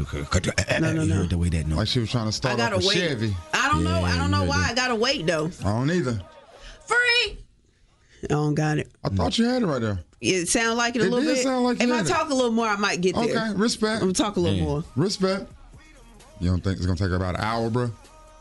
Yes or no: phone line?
yes